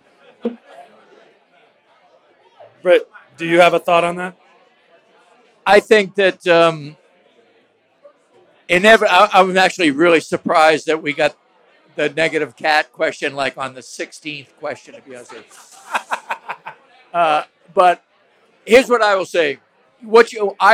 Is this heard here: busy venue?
yes